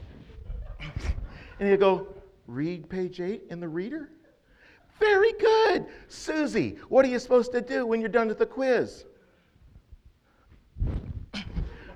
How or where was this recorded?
large echoing room